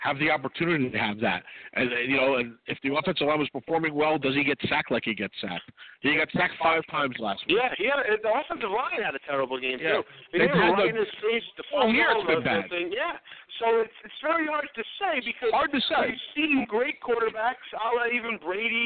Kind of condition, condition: setting, busy venue